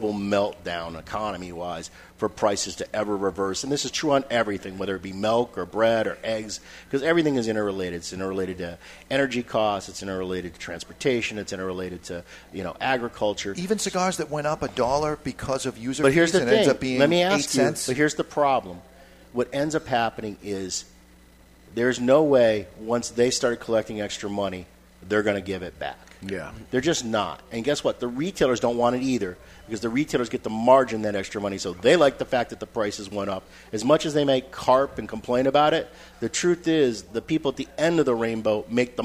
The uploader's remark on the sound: live from Two Guys Smoke Shop in Salem, NH